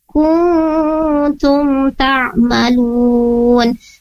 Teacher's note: Nah, kemudian untuk selanjutnya ada di kata kuntum ta'malun. Di sana ada nun sukun bertemu dengan huruf ta, maka hukumnya adalah ikhfa. Ditahan dua harokat.